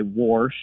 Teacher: I hear that extra R get added occasionally · Term: R insertion